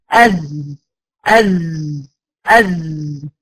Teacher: في الزين الوترين الصوتيين مقفولين يبقى فيها ايه؟ جهر، انحباس للنفس